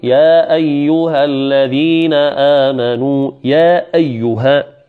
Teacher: يجوز لك أن تقصر المنفصل، هو مد منفصل تقصره